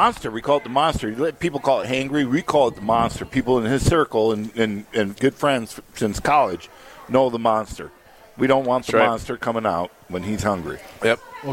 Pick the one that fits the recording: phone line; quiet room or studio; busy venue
busy venue